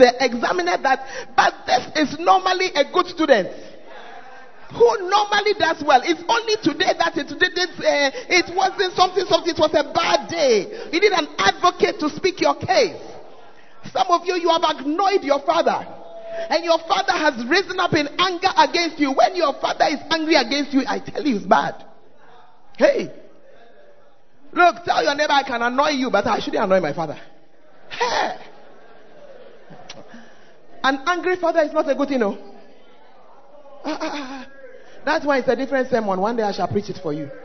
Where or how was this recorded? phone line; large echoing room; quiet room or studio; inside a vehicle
large echoing room